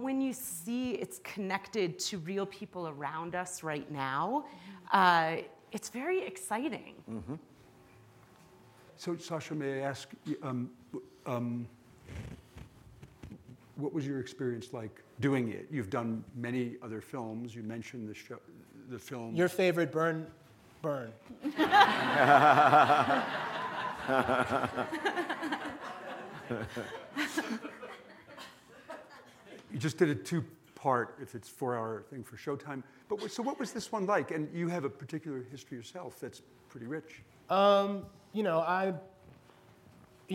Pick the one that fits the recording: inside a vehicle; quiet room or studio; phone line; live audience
live audience